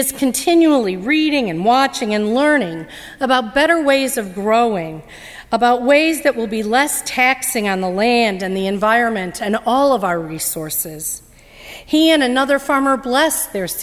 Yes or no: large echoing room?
yes